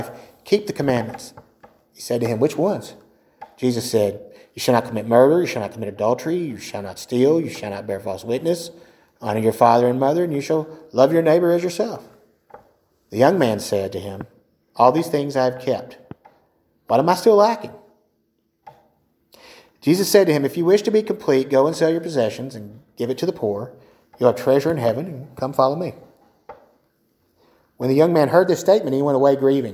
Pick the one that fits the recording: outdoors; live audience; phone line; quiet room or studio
live audience